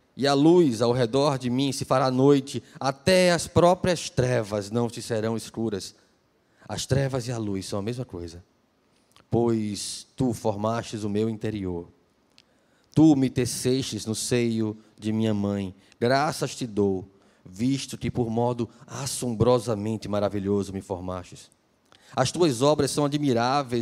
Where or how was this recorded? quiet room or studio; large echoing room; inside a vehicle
large echoing room